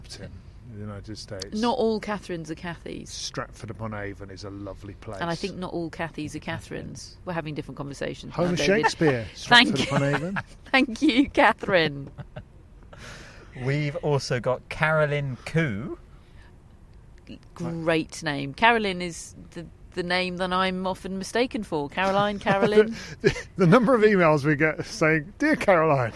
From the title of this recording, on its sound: Live from Wimbledon Day 1